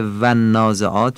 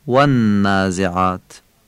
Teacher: یک، واو و نازعات رو عربی بگید، یعنی لب به دندون نخوره. واو رو در عربی از بین دو لب ادا می کنیم بدون فشار و انقباض زیاد، خیلی راحت. · Shown in: second take · یعنی به جای و نازعات میگیم و نازعات.